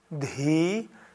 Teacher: das H ist hörbar, Dhi und das I ist lang